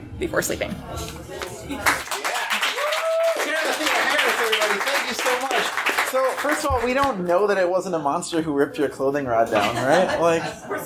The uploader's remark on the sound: (from Seattle). We had a full, lovely house for this show, and a bunch of our great friends in the Pacific Northwest came out to share their pieces. There's a little bit of crowd noise here (we were sharing a coffee house with students studying for finals).